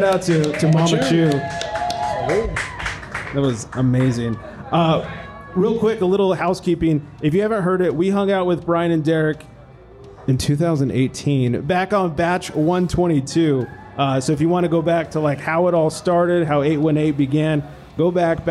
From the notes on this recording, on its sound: Flantastico Release Party at 818 Brewing. We held a live podcast.